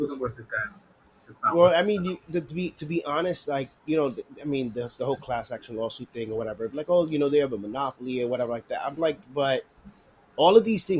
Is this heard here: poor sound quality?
yes